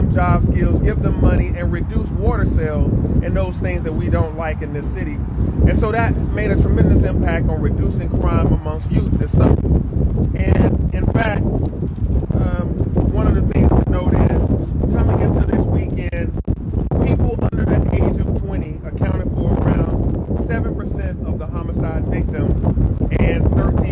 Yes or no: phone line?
no